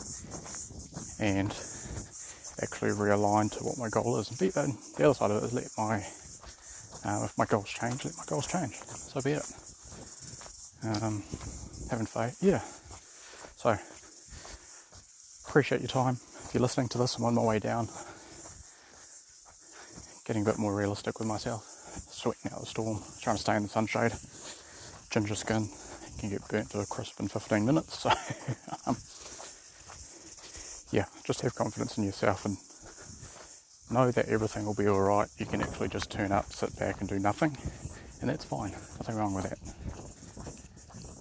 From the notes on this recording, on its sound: For no reason at all I wanted to climb Rangitoto Island and thought on the way down to record a little. Tracking down from Rangitoto summit.